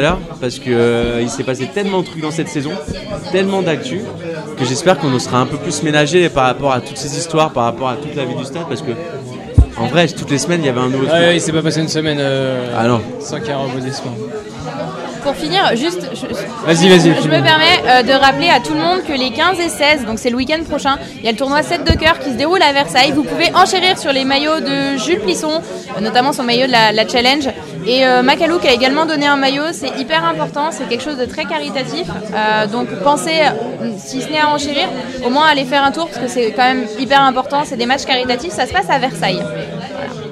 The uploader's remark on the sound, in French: Le bilan de la saison en direct du Club House NSNW ! Un épisode tout en bonne humeur, avec un son saturé (c'est la première soyez indulgent) et beaucoup de bière !